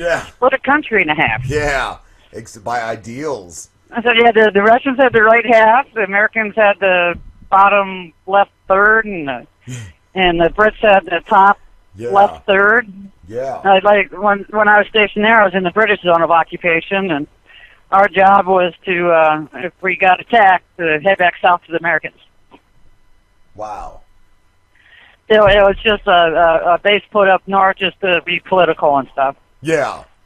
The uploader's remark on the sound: call in along with a fantastic new caller